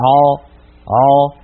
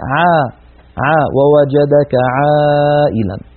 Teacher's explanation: والعين حرف مستفل لأنها ليست من حروف سكت من حروف خص ضغط قض، فالعين مستفلة فلا تفخمها العرب · Shown in: second take · Term: مرققة